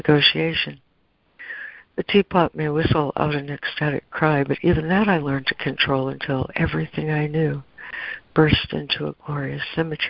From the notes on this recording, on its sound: ACIM Daily Conference Call